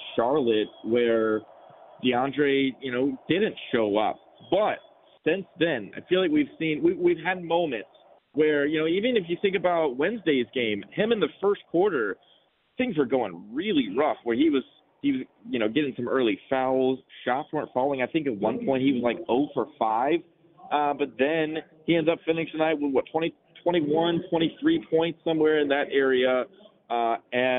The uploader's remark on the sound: Live from the press box in Athens